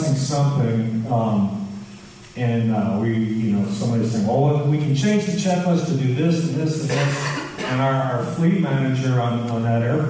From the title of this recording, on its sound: LIVE at EKU!